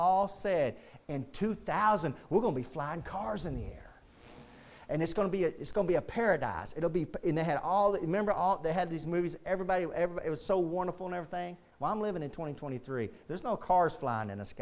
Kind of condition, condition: setting, large echoing room